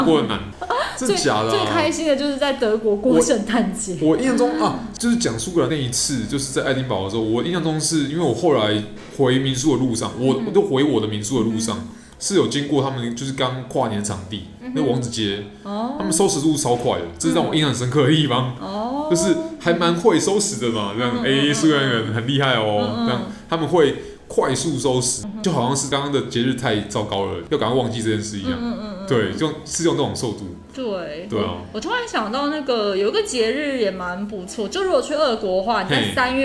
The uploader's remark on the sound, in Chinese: 本集白噪音指數：蚊風級 1/5。錄音地點： 某某咖啡 - MOMO Coffee Bistro。